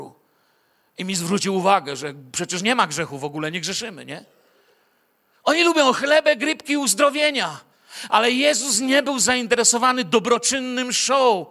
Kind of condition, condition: setting, large echoing room